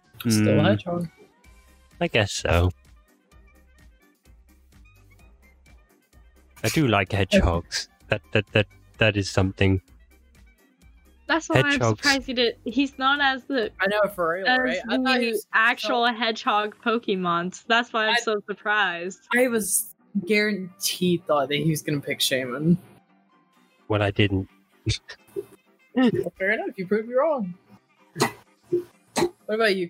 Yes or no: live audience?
no